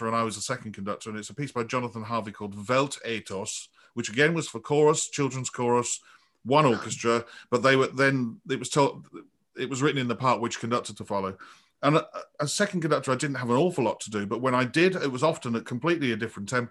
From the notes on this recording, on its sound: This interview was recorded on 11th February 2021 via Zoom.